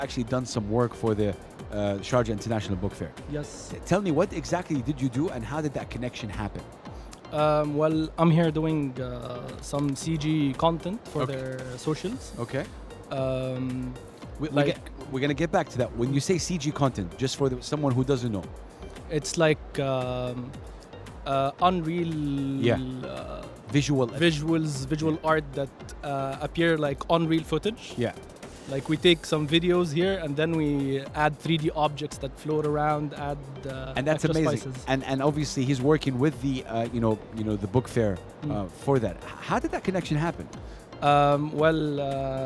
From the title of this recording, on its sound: Live from SIBF 2023